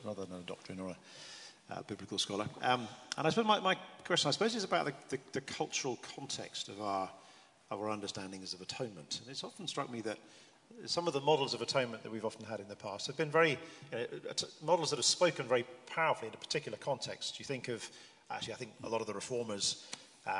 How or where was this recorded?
live audience